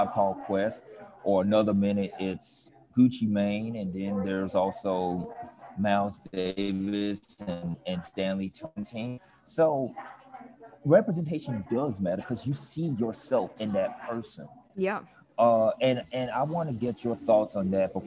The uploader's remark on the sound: Recorded “live” from the Garden District at Still Perkin on Prytania.